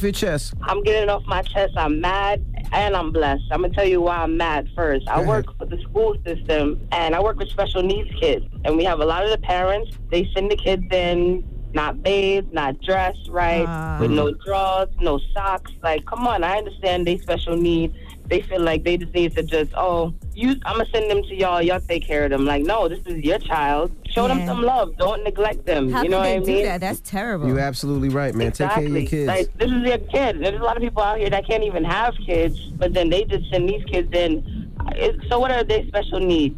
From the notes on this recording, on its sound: We opened up the phone lines. We had our listeners call up.